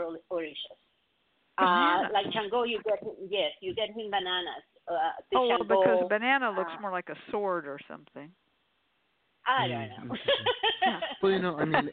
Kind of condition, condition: link, phone line